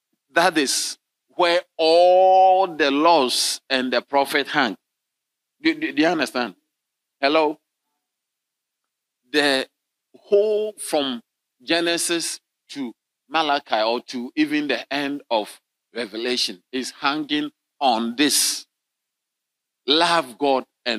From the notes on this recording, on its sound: Sermon delivered on Sunday, June 25, 2023, at LCI Mega-Church in Cape Town, South Africa.